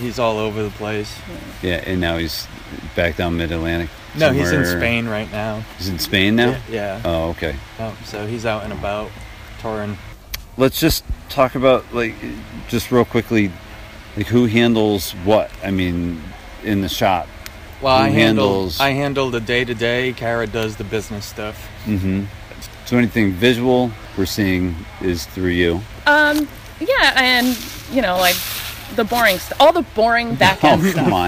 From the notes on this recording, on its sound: Both interviews were recorded in the woods